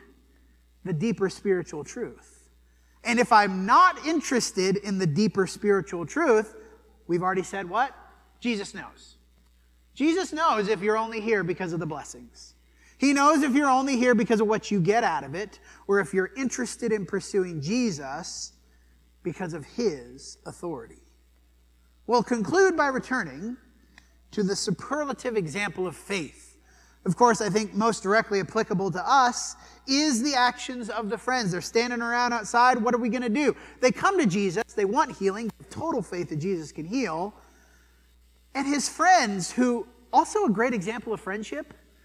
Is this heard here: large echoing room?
yes